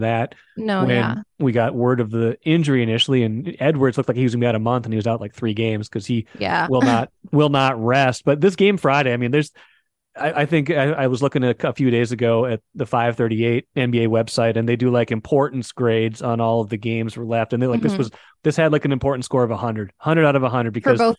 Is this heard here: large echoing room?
no